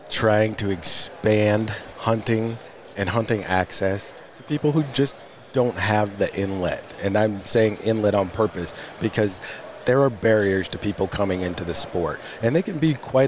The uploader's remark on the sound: joins us from the floor of Pheasant Fest